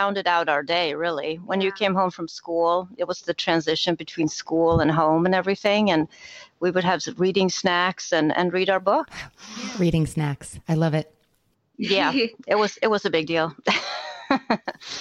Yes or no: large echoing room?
no